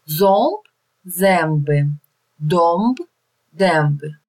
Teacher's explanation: Как сочетание ом-эм, эти носовые произносятся перед Б и П, то есть перед губными согласными.